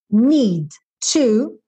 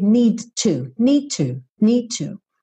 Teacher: D e T, sempre eu faço esse som uma vez só, porque D e T são muito próximos · Shown in: first take